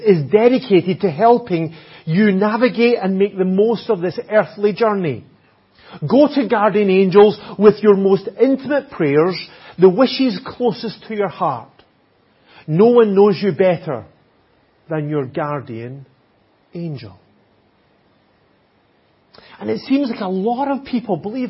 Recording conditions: large echoing room